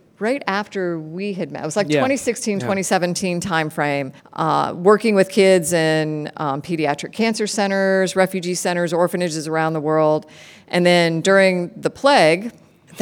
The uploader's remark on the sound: fields questions from kids at a live taping Friday from the Orlando Science Center